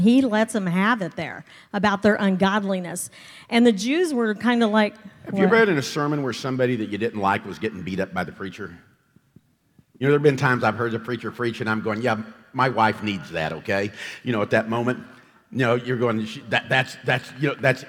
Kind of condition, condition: setting, large echoing room